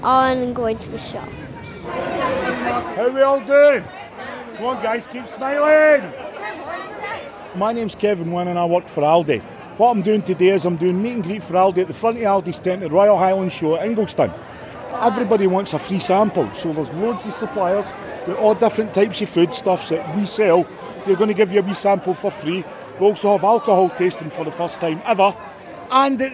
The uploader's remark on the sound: Royal Highland Show 2023. From the cattle ring to the Highland Hall, the machinery lines and everywhere inbetween. At Ingliston.